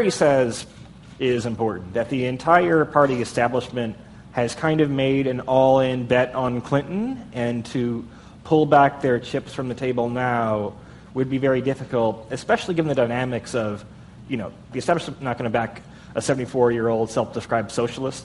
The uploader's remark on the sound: as part of an Advertising Week panel